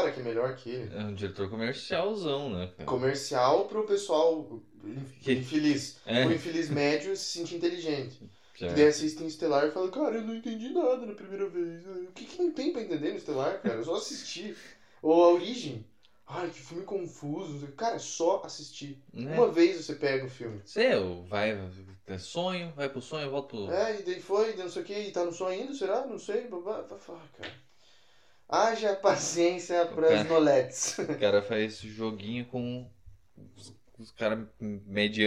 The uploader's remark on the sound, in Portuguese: Seus ouvidos serão agraciados com um belo áudio de incríveis 2 MICROFONES (e não 2 microfones incríveis). Um microfone por participante.